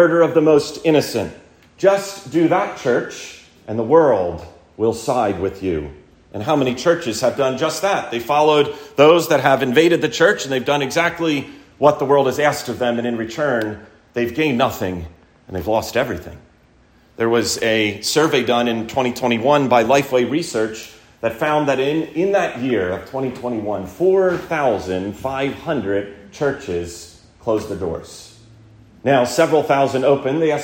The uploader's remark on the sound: Recorded at Landis OPC